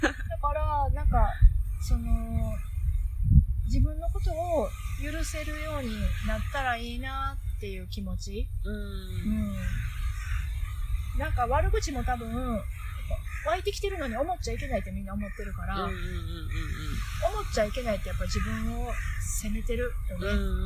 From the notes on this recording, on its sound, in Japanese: 寝起きにゲストさんをお迎えして収録という、なんとも有難い展開となっております。明石海峡大橋の近くのビーチで早朝から収録しました！朝の海は忙しい！！波の音と、風の音も入って。